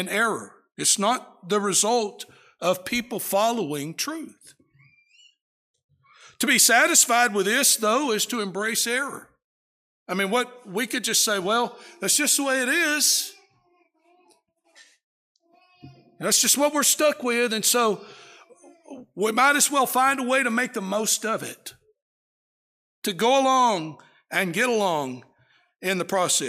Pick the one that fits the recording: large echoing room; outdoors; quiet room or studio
large echoing room